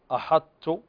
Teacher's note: طيب، تمتنع القلقلة في الحرف المدغم كما في كلمة أحط، فالطاء هنا ساكنة ومع ذلك لم تقلقل لإدغام المتجانسين